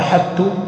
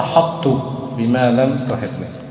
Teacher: فأدغموا الطاء في التاء وشددوا التاء لكن تركوا صفة الإطباق · Shown in: second take · حتى تعرف أن الحرف المدغم قوي وهو الطاء، فتقرأ أحطت بما